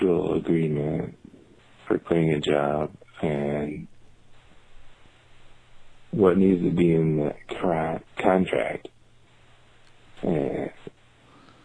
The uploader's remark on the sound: Phone calls.